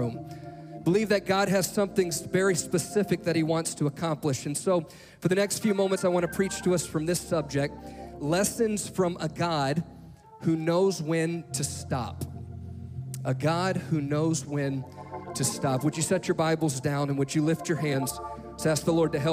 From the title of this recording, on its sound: Live! - NAYC Experience at The Sanctuary